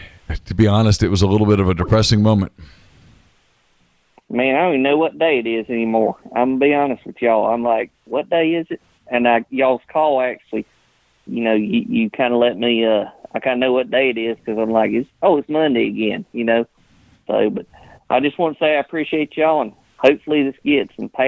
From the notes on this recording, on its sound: take listener phone calls for the majority of the episode